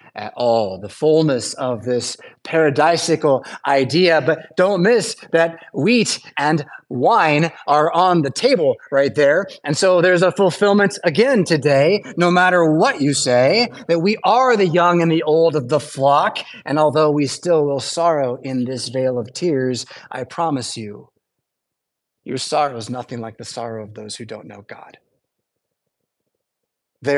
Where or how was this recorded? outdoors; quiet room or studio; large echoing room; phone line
large echoing room